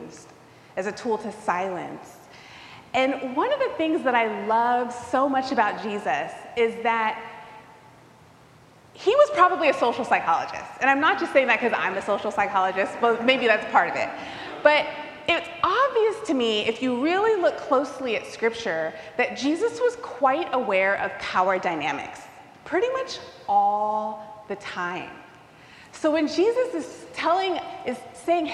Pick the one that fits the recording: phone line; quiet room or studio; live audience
live audience